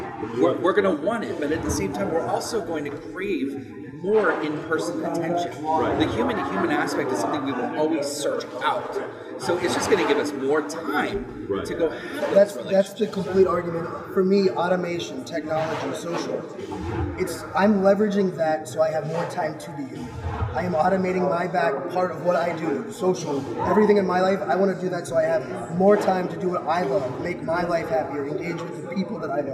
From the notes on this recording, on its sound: live at IBM InterConnect